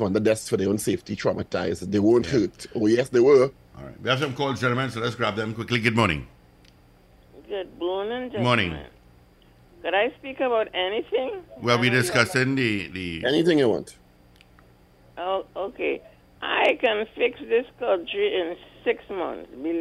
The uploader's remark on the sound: During this hour we take calls from our audience